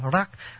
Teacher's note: tiếng Nhật đọc cái âm L của tiếng Hán, thành ra cái âm Nhật đặc biệt âm nửa R nửa L, rak ra là lạc hoa là Raka.